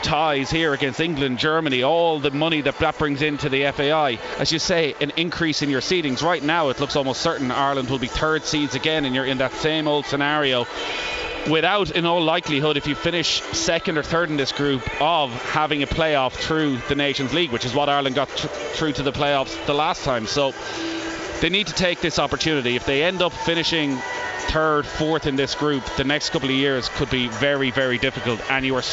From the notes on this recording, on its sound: As we report LIVE from the Aviva Stadium for a preview of Ireland vs Ukraine, followed by live match commentary.